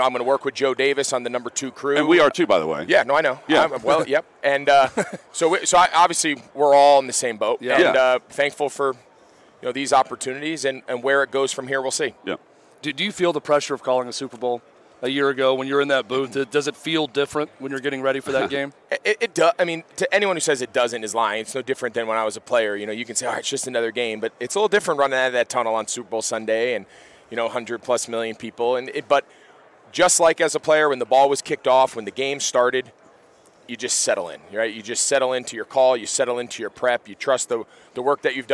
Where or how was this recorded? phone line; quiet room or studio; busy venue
busy venue